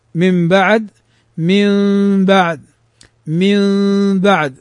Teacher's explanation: الحكم الثالث الإقلاب وله حرف واحد فقط وهو الباء فتقلب الباء ميما مخفاة بغنة مثاله من بعد من بعد من بعد من غير أن نضم الشفتين فهي ميم مخفاة